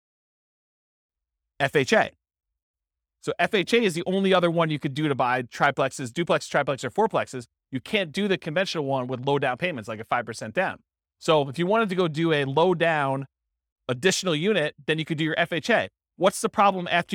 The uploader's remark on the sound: This was a live class recorded